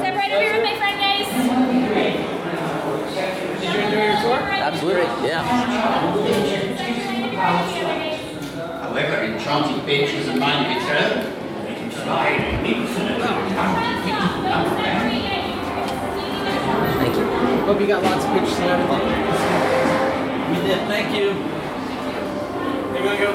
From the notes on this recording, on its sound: Universal Orlando Audio Tour. Take you along as we eat at Leaky Cauldron, ride Hogwarts Express, do the Hogwarts castle walking tour and much more.